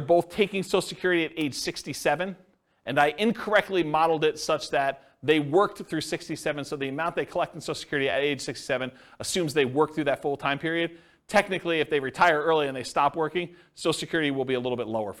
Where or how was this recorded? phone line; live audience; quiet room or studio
live audience